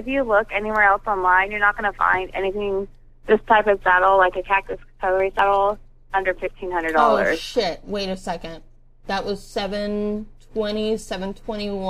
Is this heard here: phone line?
yes